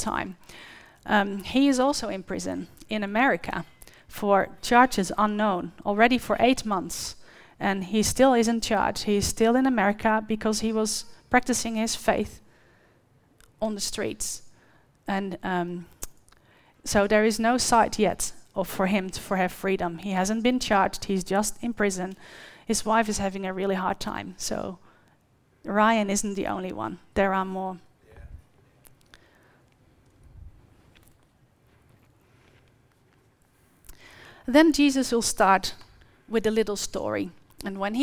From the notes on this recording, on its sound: The live stream of Destiny Church Atherton.